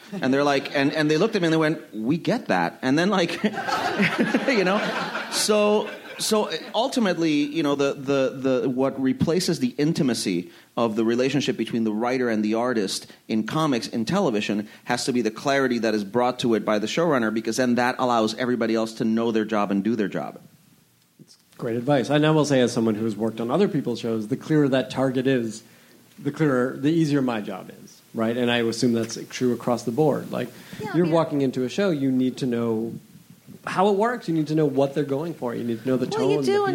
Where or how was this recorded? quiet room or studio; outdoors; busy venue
busy venue